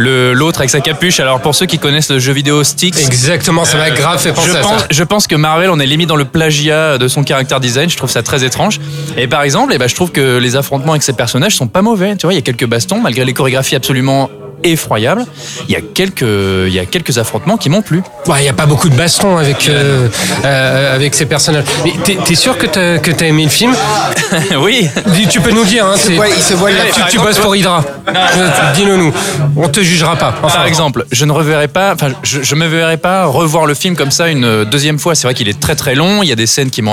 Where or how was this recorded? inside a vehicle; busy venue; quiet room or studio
busy venue